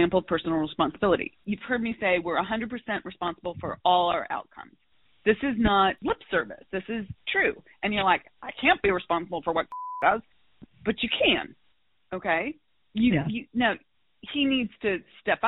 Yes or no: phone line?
yes